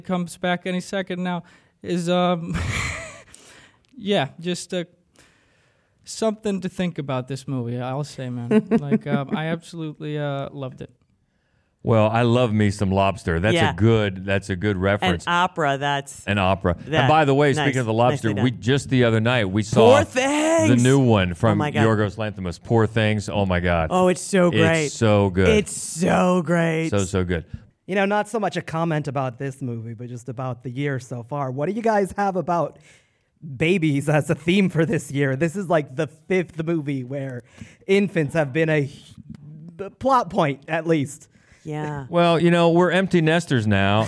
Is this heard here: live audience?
yes